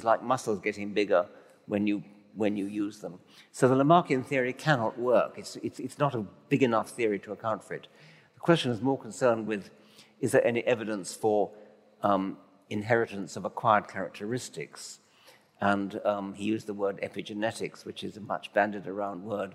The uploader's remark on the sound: In front of a packed crowd at a sold-out Brisbane City Hall.